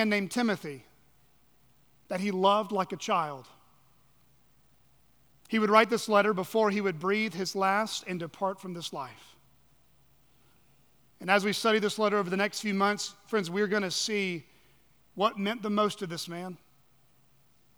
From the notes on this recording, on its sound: on the morning of September 3, 2023, at Chaffee Crossing Baptist Church in Barling, AR.